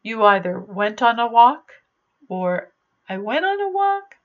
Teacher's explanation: That uptalk at the end of the sentence shows insecurity. The other person doesn't know <laughs> whether they need to answer a question or just listen.